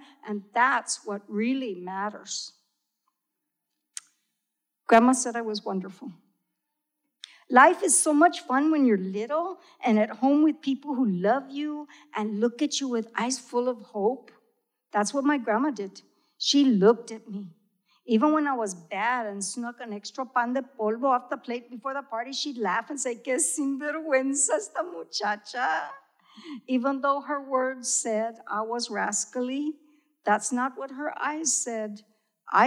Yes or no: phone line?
no